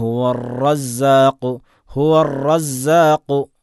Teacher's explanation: റാഇൻ്റെ ഒരു വിശേഷണമാണ് തക്രീർ. തക്രീർ അത് വർദ്ധിക്കാൻ, അത് കൂടാൻ പാടില്ല. ഇന്നല്ലാഹു ഹുവർ റസ്സാഖു, ഹുവർ റസ്സാഖു, അവിടെ റസ്സാഖു എന്നല്ല, അത് കൂടരുത്.